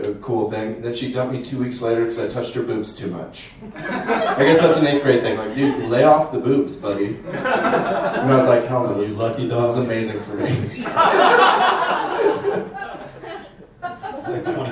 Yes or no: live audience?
yes